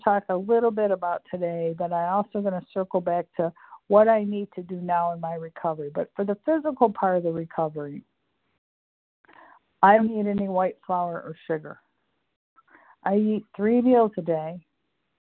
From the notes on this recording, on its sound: the 100 Pounders Phone Meeting, 2/1/24